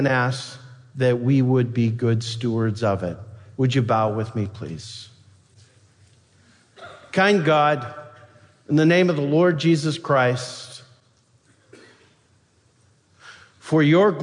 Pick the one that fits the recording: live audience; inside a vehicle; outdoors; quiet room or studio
live audience